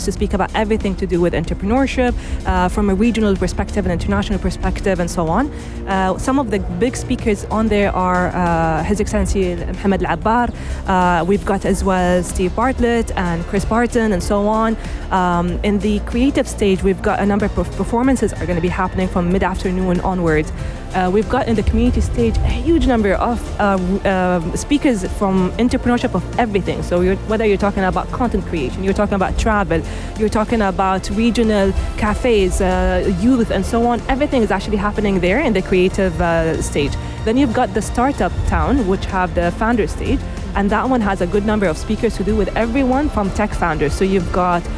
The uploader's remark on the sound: Live from SEF 2024